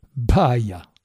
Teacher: Mot neutre, au nominatif ici sous la forme bayam, avec la labiale aspirée et deux syllabes courtes